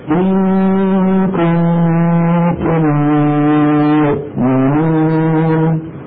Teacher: النون المخفى غنتها غنة كاملة، ولكنها أقصر بقليل من غنة النون والنون المشددتين